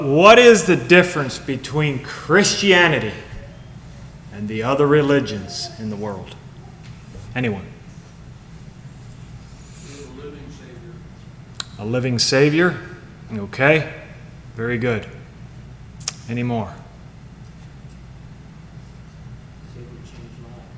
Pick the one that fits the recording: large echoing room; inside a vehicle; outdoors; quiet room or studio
large echoing room